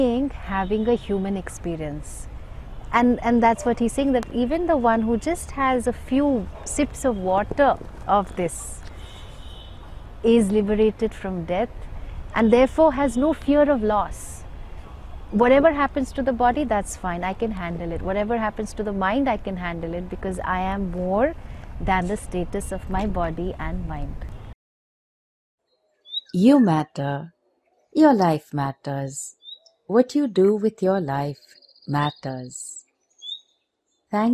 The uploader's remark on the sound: recorded on her holy banks in Rishikesh